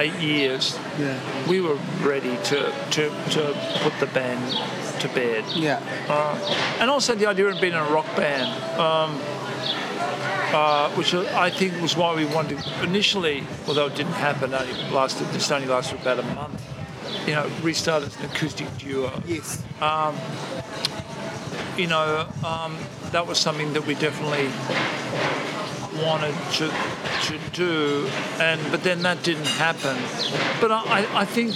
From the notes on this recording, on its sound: It's not the best sound-quality, there's a bit of wind